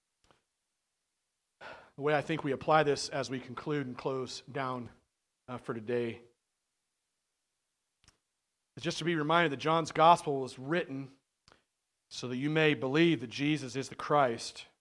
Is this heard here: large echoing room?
yes